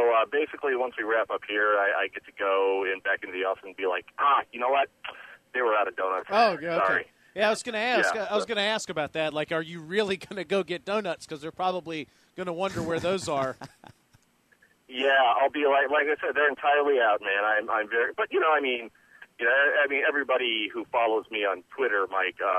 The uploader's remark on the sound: sneaks away from work to call in.